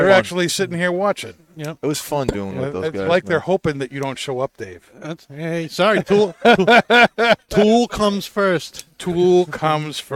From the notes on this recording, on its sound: Recorded live from the 7-20-4 Lounge!